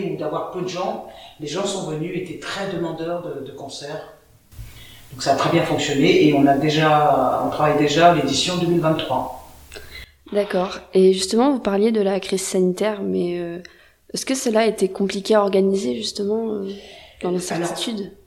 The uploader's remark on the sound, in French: répond aux questions de Radio2B depuis le festival RUR!